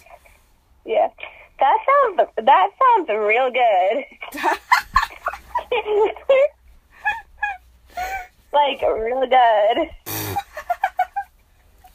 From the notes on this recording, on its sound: Talking to my friends on the phone. Today I talked on the phone with my friend.